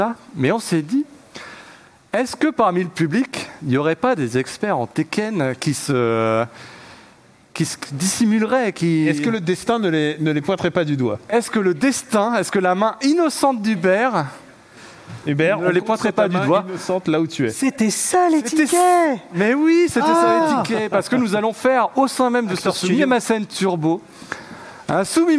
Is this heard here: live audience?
yes